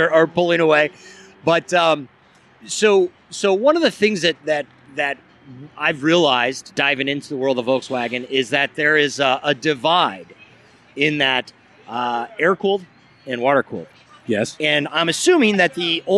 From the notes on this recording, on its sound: Recorded – October 28, 2 018, in Ontario, CA. We are out at Ontario Volkswagen in the Los Angeles suburb of Ontario, California. Outside the dealership, quite literally, during the Second Annual Ontario Volkswagen Oktoberfest.